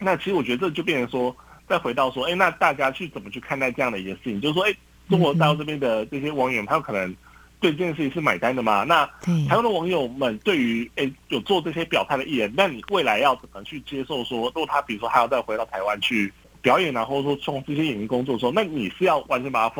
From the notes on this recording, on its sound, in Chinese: 連線訪問中央社駐上海記者